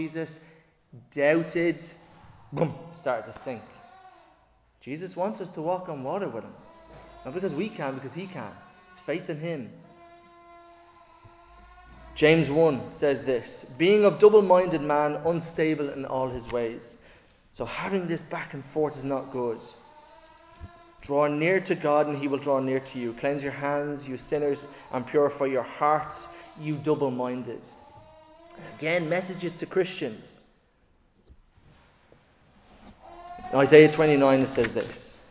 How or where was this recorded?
large echoing room